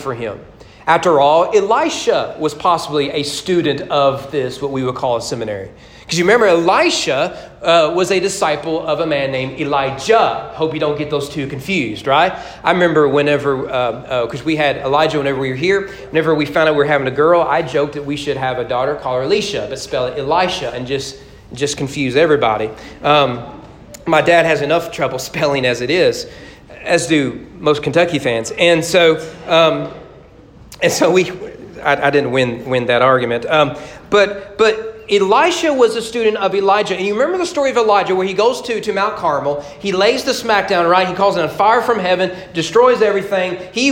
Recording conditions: large echoing room